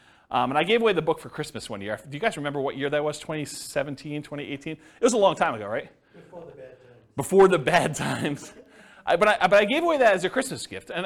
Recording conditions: live audience